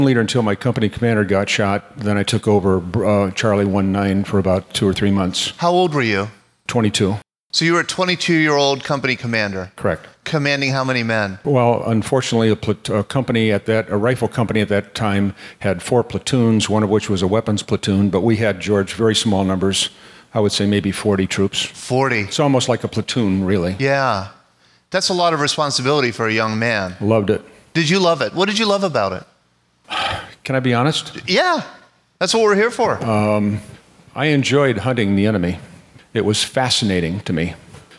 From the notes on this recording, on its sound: Listen to the stories and voices of local veterans recorded live August 17, 2016 at Memorial Park Presbyterian Church in Allison Park, Pennsylvania.